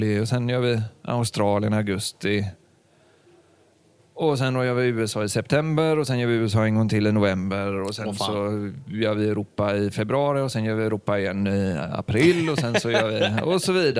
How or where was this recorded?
busy venue